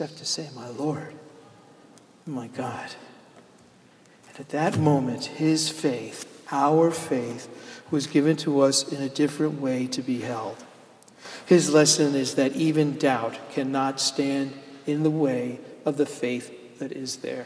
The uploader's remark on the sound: Sermon delivered at Jan Hus Presbyterian Church and Neighborhood House April 15, 2012